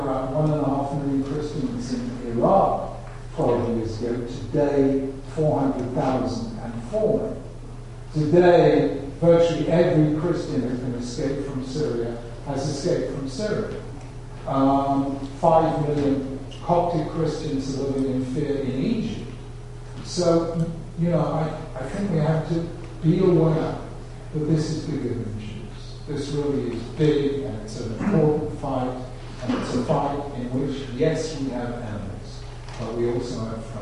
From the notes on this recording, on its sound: Keynote address at The Jewish Center in New York. This lecture was delivered as part of his engagement with Yeshiva University.